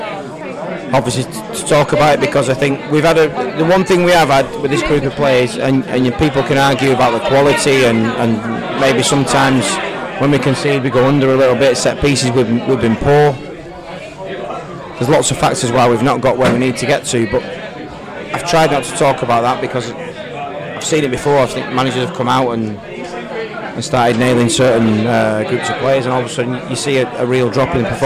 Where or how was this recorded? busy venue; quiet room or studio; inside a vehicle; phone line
busy venue